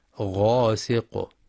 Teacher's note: مع الحذر من ترقيق الغين في غاسق لأنها من حروف الاستعلاء. ومن شر غاسق إذا وقب، فلا يقرأ غاسق بالترقيق وإنما غاسق.